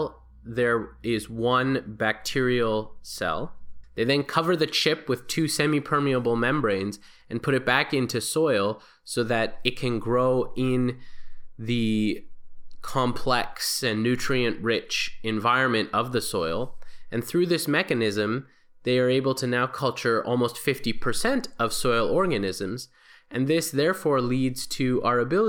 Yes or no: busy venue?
no